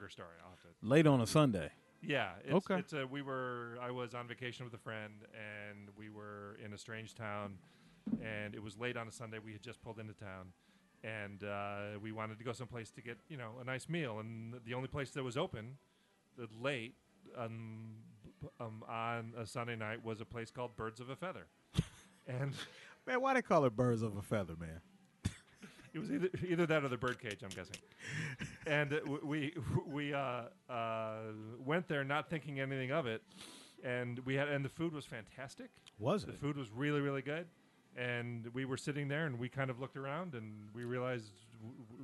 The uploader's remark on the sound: Recorded just minutes before the start of another Funny on the Fly show at The Comedy Zone in Charlotte, NC